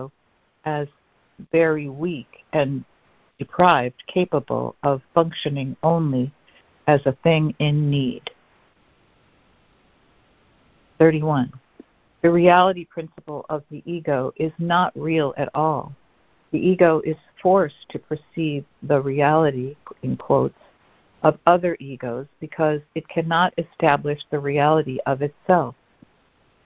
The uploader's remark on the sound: ACIM Daily Conference Call.